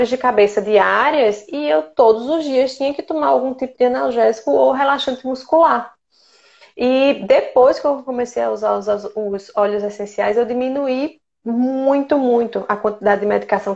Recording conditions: video call